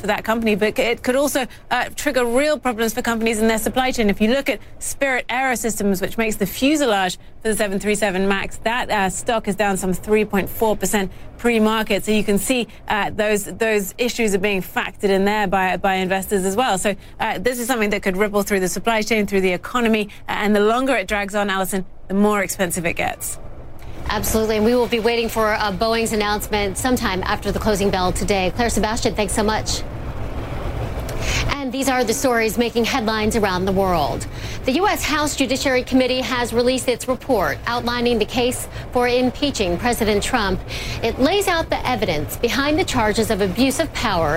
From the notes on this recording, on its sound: live from the New York Stock Exchange